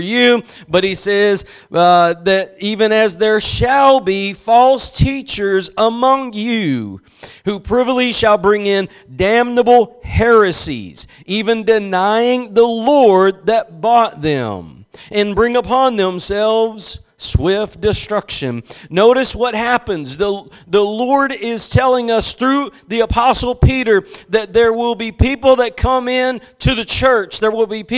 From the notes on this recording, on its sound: Preached at Gospel Lighthouse in Bossier City, La.